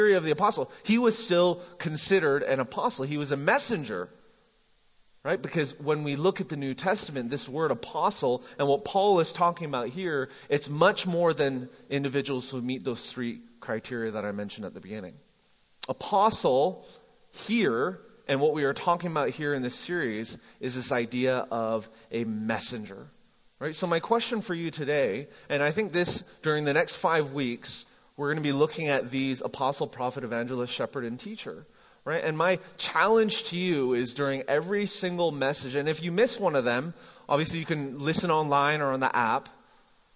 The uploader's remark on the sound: MJ campus. Recorded live at The Fellowship at Mt Juliet on January 20, 2019.